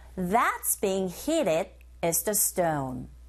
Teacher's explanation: flap 현상에 의해서 t 사운드가 r 소리에 가깝게 들려주게 됩니다. 끝에 ed 자체가 r 이렇게 되는 거죠.